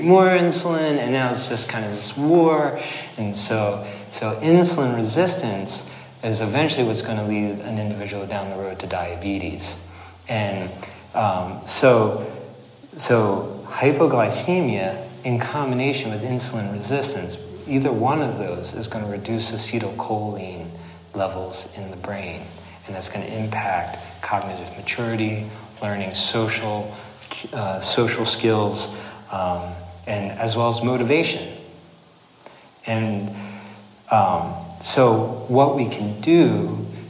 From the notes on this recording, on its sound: this recording of a recent talk he gave at The Siskiyou School in Ashland Oregon on 12/5/18